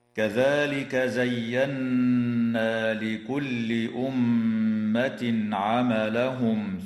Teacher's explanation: تغن النون المشددة في كلمة زينا، وكذا الميم المشددة في كلمة أمة وفي كلمة ثم، ويظهر التنوين عند العين في قوله تعالى: أمة عملهم، وكذا تظهر الميم الساكنة عند الثاء في قوله تعالى: عملهم ثم، وعند الفاء في قوله تعالى: مرجعهم فينبئهم.